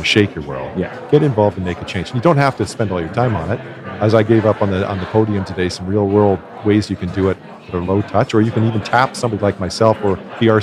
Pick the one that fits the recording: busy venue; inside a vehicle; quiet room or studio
busy venue